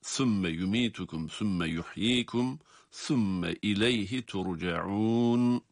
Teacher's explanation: sa harflerini peltek olarak okuyoruz